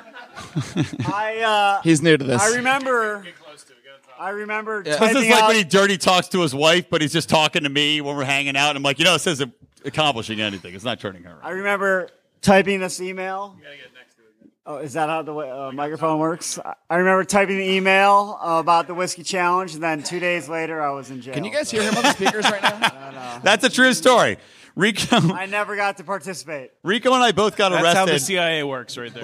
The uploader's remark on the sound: LIVE From PorcFest! Recorded live in front of a studio audience at PorcFest! All six Lions of Liberty were in person on the same show.